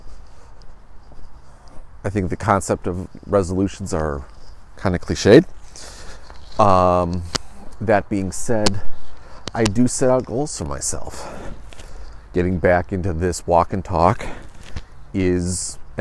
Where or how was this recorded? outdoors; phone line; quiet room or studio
outdoors